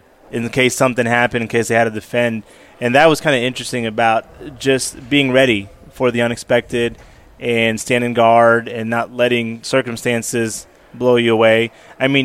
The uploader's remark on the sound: As we continued our highlighting at this year’s Workmatters Conference in Rogers (AR), we were able to snag an interview from an insider – a volunteer working tirelessly at this sprawling event.